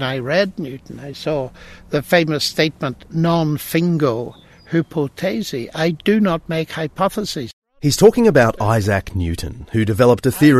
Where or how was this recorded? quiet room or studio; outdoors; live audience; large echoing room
outdoors